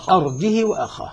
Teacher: قالون يقرأ بترك الهمزة وكسر الهاء وقصرها